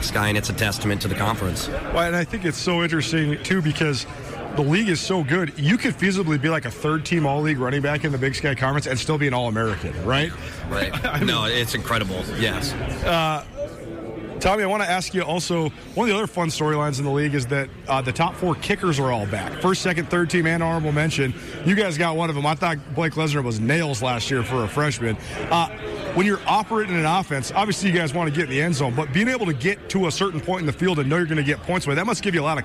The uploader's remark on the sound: LIVE from the Big Sky Kickoff in Spokane